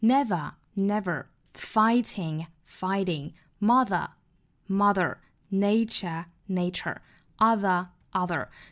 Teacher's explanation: 基本上都是单词内部含有字母 r 的，美音需要卷舌